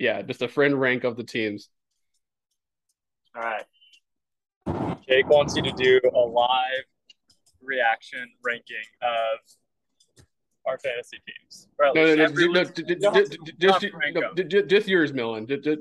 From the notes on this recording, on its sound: Super special Podcast+ featuring some really shitty car audio